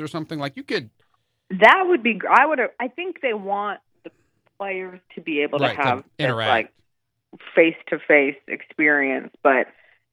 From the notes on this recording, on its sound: call in to help review